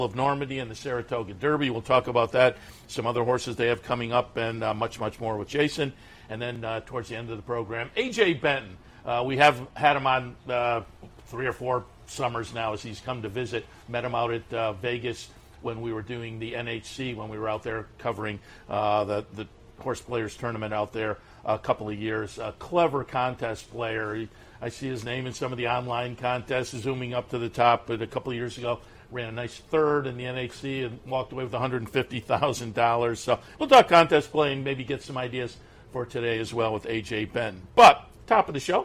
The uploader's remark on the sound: Live from Saratoga Race Course.